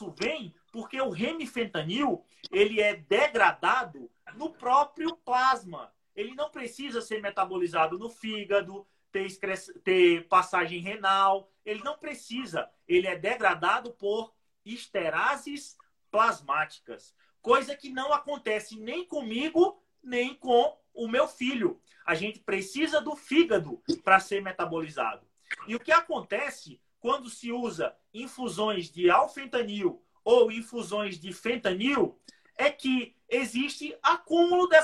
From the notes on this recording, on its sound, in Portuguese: a nossa SEGUNDA LIVE no Instagram